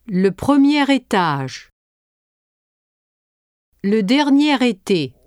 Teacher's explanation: E, as in E, when it ends a sentence or is followed by a word starting with a consonant, and R, as in mer, when it precedes a word beginning with a vowel sound.